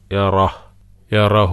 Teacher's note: യറഹു, ആ യറഹു എന്നുള്ളത് നമ്മൾ യറ കഴിഞ്ഞിട്ട് ചെറിയ ഒരു ശ്വാസം പുറത്തേക്ക് വിടുക, കാറ്റ്